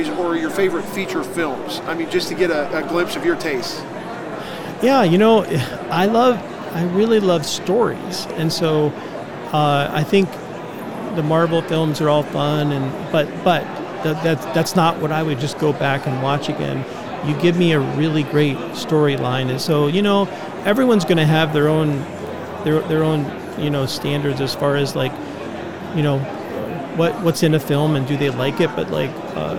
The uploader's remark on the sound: LIVE from NRB 2022!